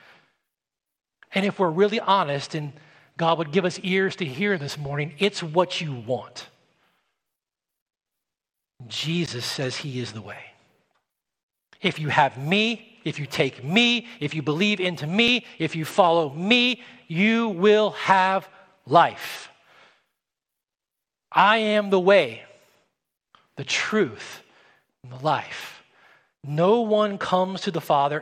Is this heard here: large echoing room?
yes